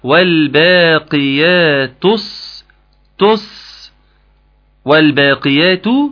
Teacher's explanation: ان انت تشيل اللام وتنتقل من التاء للصاد على طول · Term: اللام في الصالحات شمسية